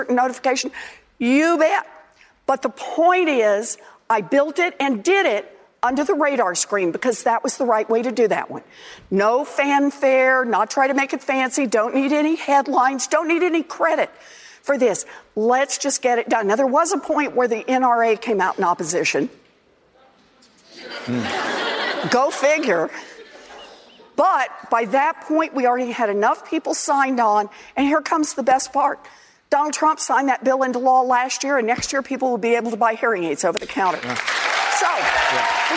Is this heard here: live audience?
yes